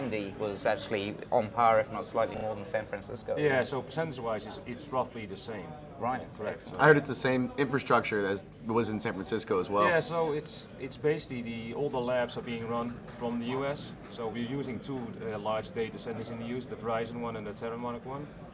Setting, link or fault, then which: setting, busy venue